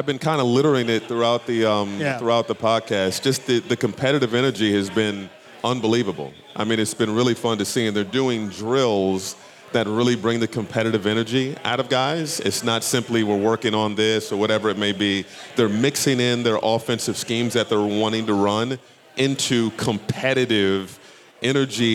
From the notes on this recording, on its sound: Live from Headflyer. From Headflyer Brewing in Minneapolis.